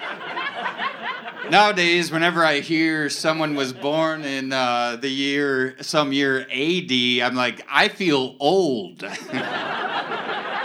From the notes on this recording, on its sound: Live Recording, Los Angeles. A recording of our live show at Dynasty Typewriter.